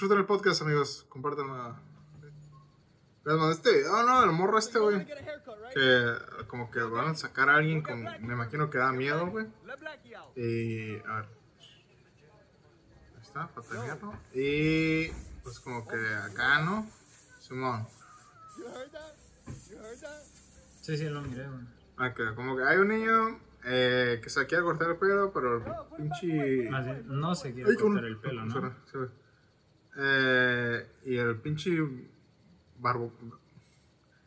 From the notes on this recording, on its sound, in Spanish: Este Jueves tuvimos fallas técnicas así que se van a tener que aguantar con un audio de no tan buena calidad